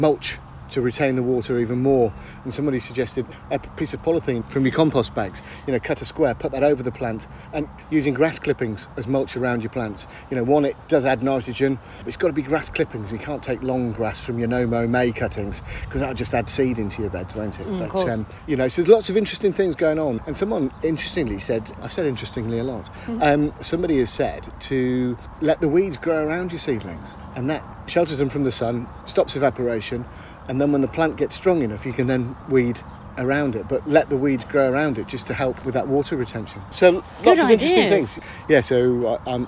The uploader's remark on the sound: On a hot summer's evening. Record this episode of Growing Together in a private garden in Hampshire.